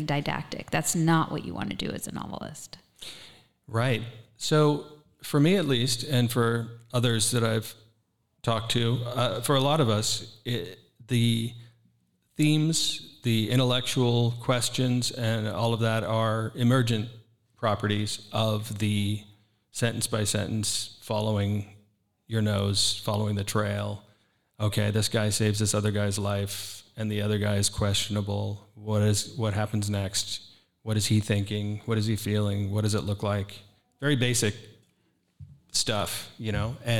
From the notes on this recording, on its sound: This was recorded live at the 2023 Printers Row Lit Fest in Chicago.